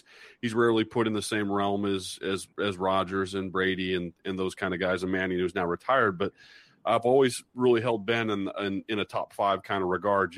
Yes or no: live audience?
no